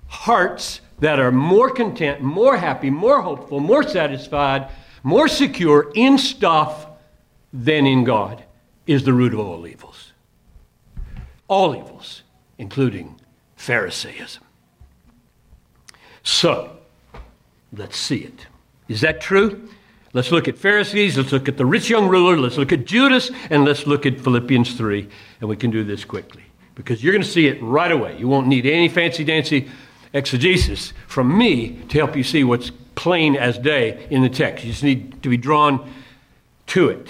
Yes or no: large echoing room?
yes